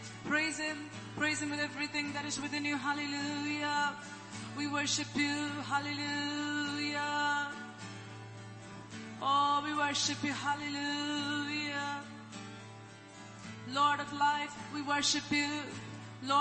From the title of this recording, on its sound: ELBIM Church Sunday LIVE Stream Audio